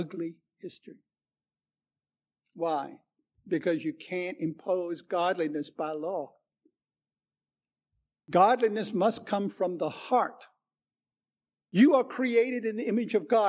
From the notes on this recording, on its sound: Recorded 10/09/2016 at Christ Church Anglican.